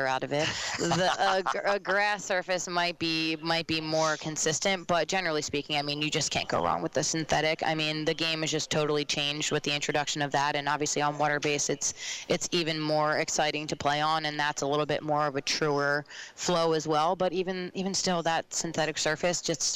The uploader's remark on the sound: Live from SportsPage Grille in Ashland. As heard LIVE on 102.9 The Mater and online on the TuneIn Radio app on "Radiall"!